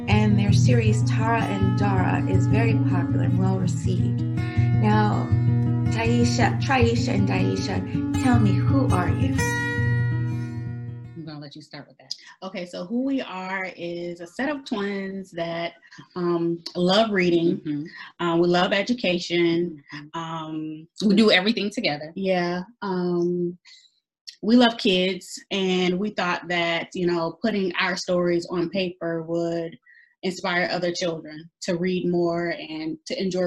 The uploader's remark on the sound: We conducted our interview via ZOOM.